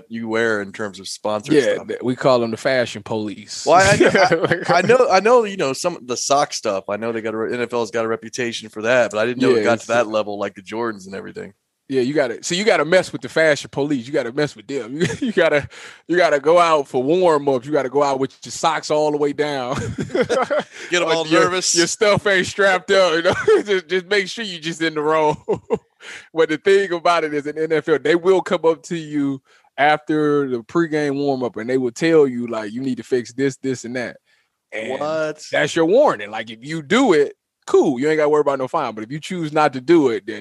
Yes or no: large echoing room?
no